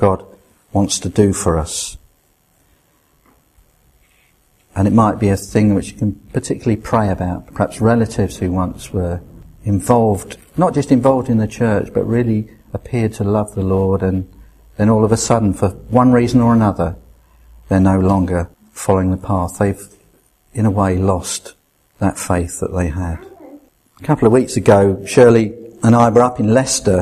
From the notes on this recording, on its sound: at Rayleigh Elim Pentecostal Church